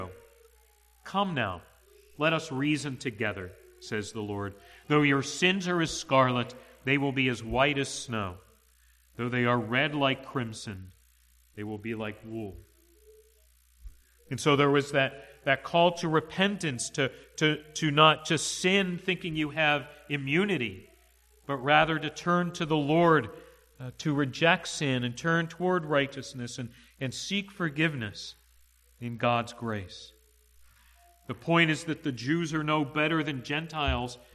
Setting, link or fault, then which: setting, large echoing room